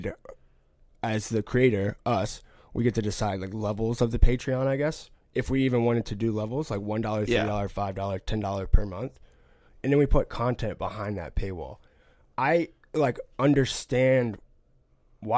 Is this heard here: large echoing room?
no